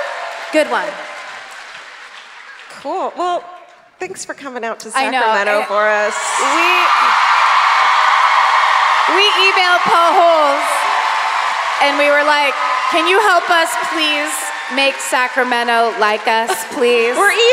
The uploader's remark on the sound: Live at the Community Center Theater in Sacramento